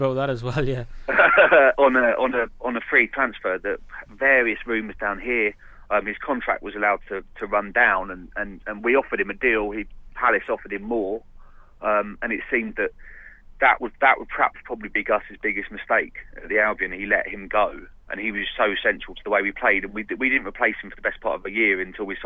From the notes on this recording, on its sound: We get phone views from Brighton